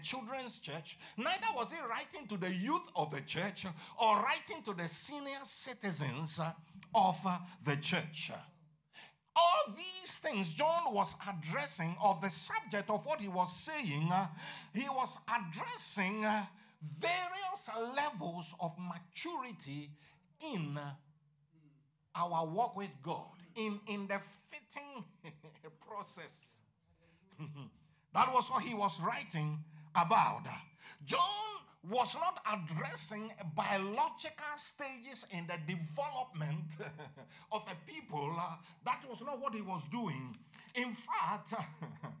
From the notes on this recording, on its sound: This podcast is a live recording of a Sunday Service